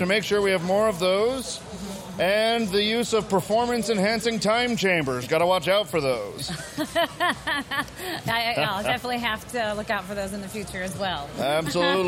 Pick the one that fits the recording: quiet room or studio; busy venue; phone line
busy venue